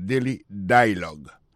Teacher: Alors, accent tombé sous premier syllabe là.